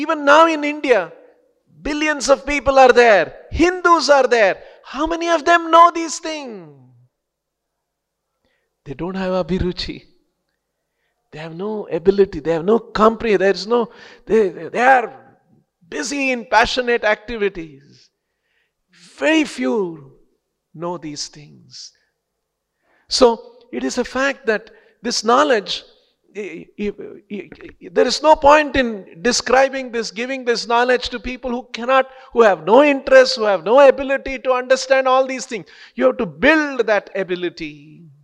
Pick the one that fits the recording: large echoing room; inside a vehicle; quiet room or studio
large echoing room